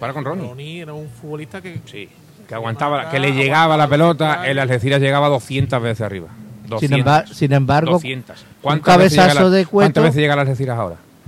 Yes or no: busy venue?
yes